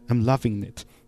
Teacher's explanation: 他是把那个 loving 后面那个 G 那个给直接给消去了，就变成跟前面的 N 直接连读这样一个情况